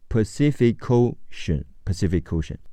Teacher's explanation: Pacific 的 k 和 Ocean 的 o 连起来读